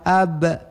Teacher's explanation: maka ba itu qalqalah, mendekati bacaan ba, tetapi tidak sampai kepada ba karena dia mati, menjadi lafadznya ab